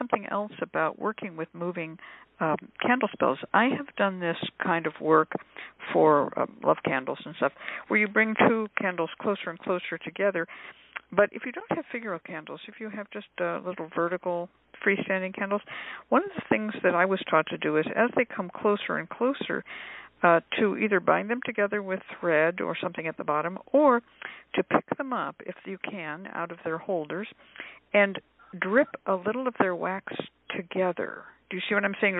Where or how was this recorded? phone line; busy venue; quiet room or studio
phone line